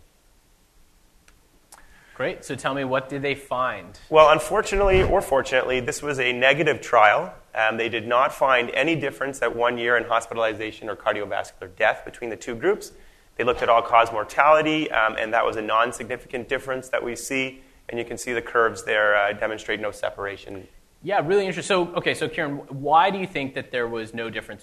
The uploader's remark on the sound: This week’s episode is the second part of the live recording